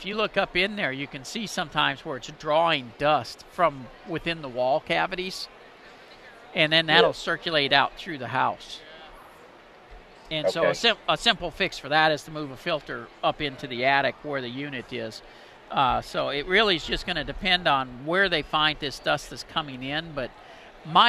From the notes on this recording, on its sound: live from NRG